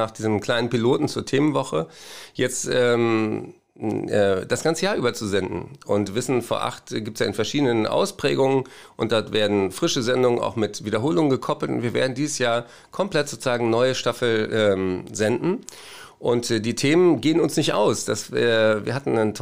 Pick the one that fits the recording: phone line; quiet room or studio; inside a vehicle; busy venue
quiet room or studio